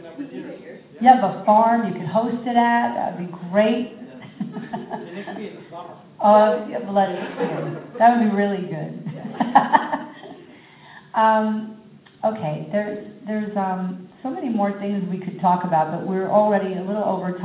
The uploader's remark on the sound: taped live at the Bridgewater International Poetry Festival at Bridgewater College in Virginia on January 17.